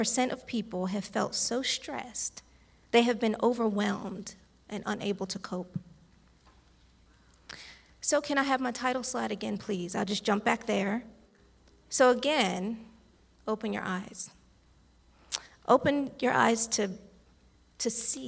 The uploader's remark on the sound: recorded live on February 19th at Newark United Pentecostal Church